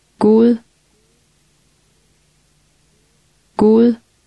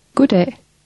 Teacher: a D at the end of a word or a syllable has a soft sound followed by a glottal stop